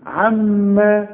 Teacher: كل ميم في القرآن ما دام عليها الشدة لازم تغن أصلها اثنين ميم